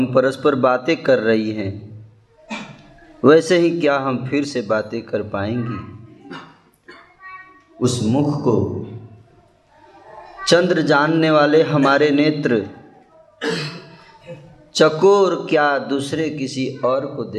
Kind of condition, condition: setting, live audience